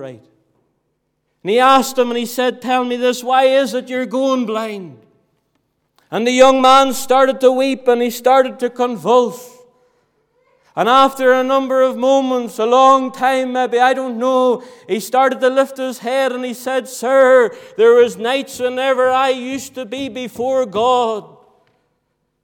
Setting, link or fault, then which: setting, large echoing room